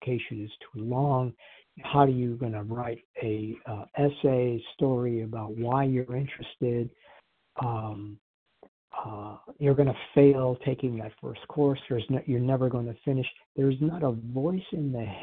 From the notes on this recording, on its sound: qualification from the 100 Pounders Phone Meeting